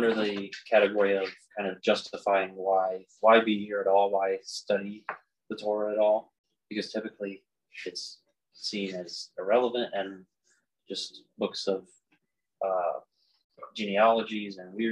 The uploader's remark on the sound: the audio quality is not that great and there are moments where some of our words cut out for a short time.